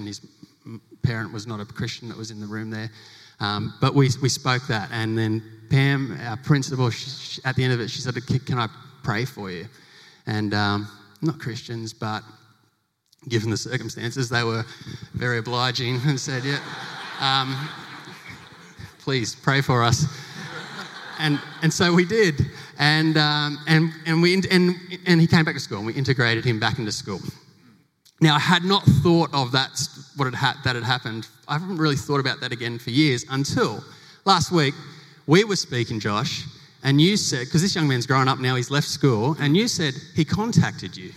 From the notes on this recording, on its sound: Recorded live in front of 700 educators at the St Philip’s Christian College 2020 Big Day Out.